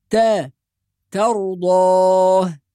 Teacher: وفي قوله سبحانه وتعالى وأن أعمل صالحا ترضاه، نحافظ على ترقيق التاء، فبعض الناس يقول ترضاه فيفخم التاء بسبب مجاورتها لحرف الراء وحرف الضاد، والراء والضاد هنا مفخمين، لكن على القارئ أن ينتبه إلى الترقيق والتفخيم، فلا نفخم التاء بسبب وقوعها بجوار حروف مفخمة، وإنما نحافظ على ترقيق التاء